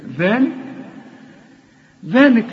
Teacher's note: طلع لسانك في الذال وبعد الذال في ألف علشان تمدها ألف كاملة